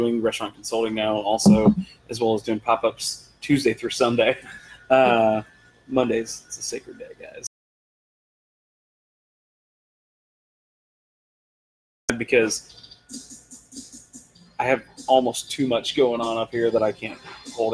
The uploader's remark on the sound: Here at Public House Heights